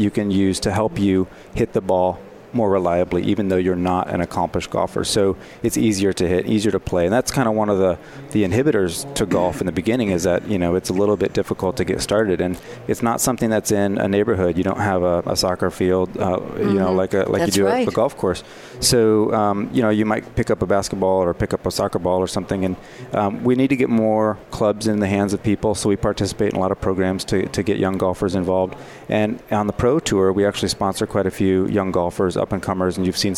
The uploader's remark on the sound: Live from Sap Sapphire Now 2017